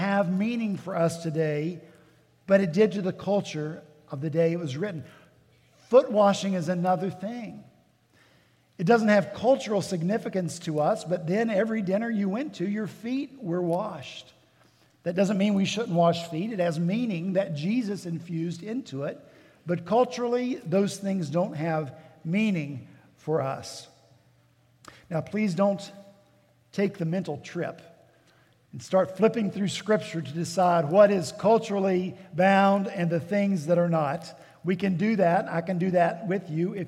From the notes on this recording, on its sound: At Redeemer Presbyterian Church in Charleston, SC